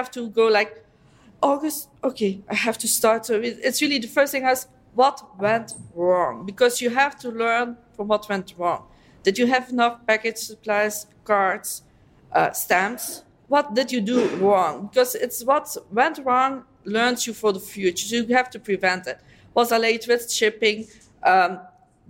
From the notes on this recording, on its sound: Three European Team Captains take the stage. Recorded live at Etsy’s European Captains’ Summit in Warsaw, Poland.